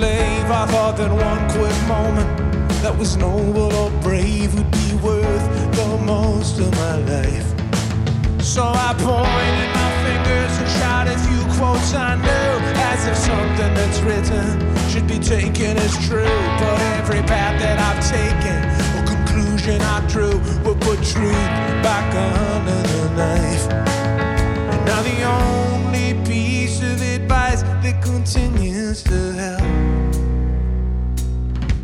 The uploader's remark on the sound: Perform On An L.A. Rooftop